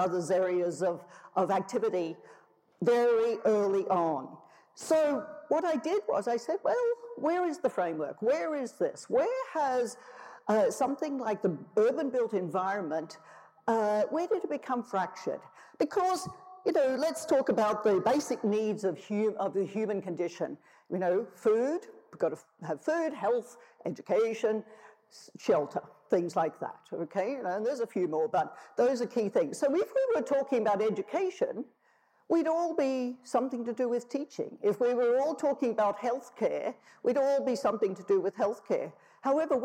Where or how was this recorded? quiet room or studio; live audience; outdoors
live audience